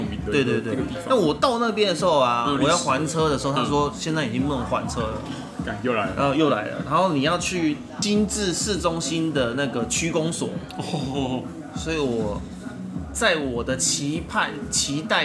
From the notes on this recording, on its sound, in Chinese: 本集白噪音指數：北風級 4/5。於各種白噪音環繞的居酒屋中。錄音地點： 下班去哪居酒屋（已歇業）。